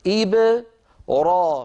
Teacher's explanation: ففتح الفم يبدأ من الراء وليس من الباء